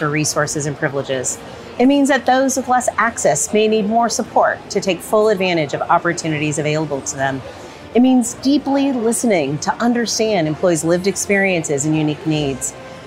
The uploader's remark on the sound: The episode was recorded live on-site at Salesforce World Tour Sydney